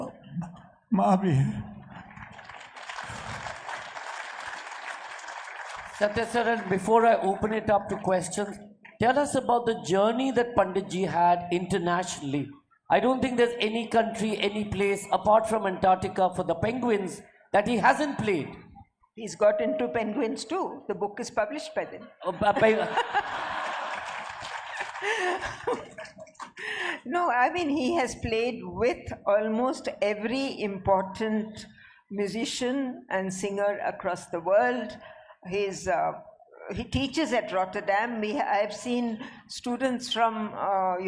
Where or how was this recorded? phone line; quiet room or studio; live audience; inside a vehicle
live audience